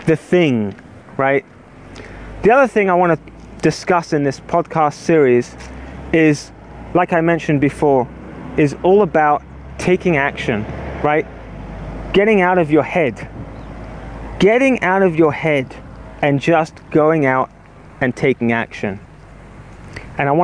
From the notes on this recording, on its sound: record it while walking in the park